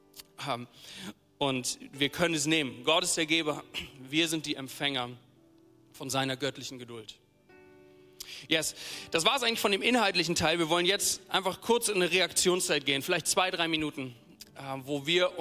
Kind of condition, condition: setting, live audience